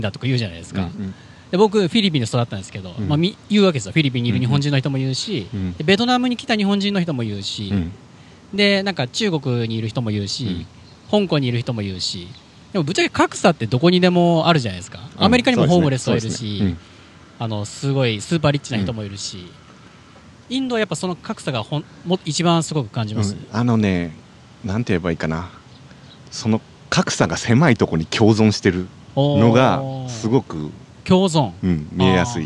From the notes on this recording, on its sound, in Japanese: 野外収録。都内の代々木公園で収録。